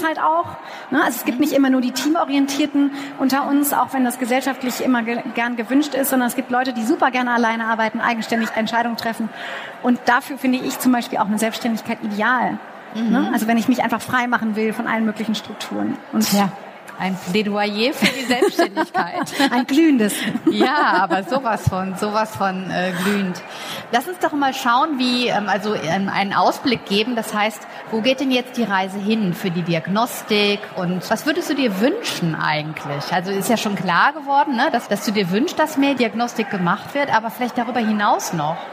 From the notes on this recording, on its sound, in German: Der Vortrag wurde im Rahmen der Messe herCAREER-Expo.